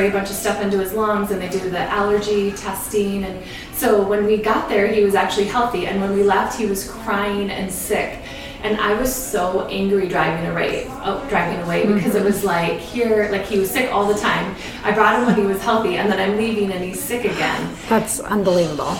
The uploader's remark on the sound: Our first in person interview since the pandemic in her beautiful store. There may be some background noise during this episode.